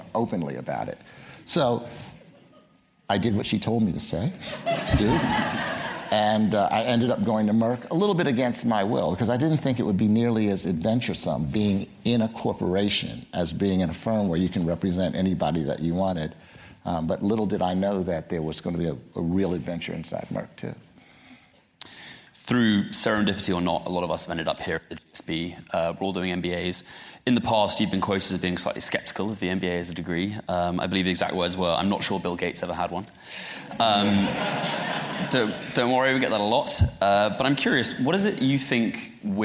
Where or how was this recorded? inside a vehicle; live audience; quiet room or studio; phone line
live audience